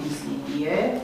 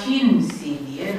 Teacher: care în loc să pronunțe cuvântul latinesc insidiae, insidie, cum se pronunță, pronunța himsidie, deci cu aspirație · Shown in: second take